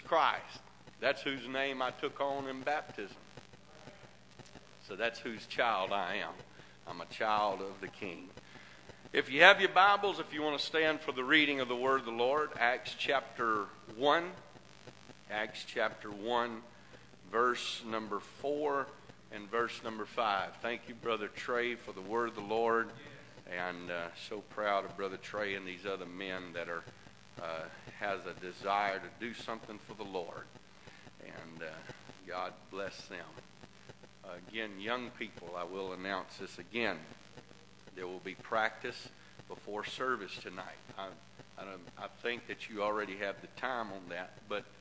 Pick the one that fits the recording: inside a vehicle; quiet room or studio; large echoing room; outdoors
large echoing room